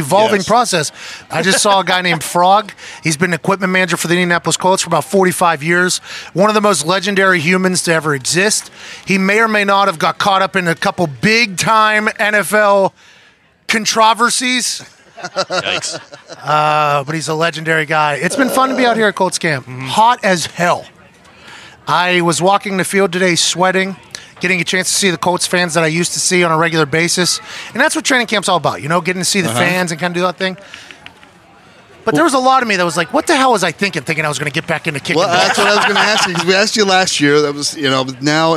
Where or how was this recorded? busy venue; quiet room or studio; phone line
busy venue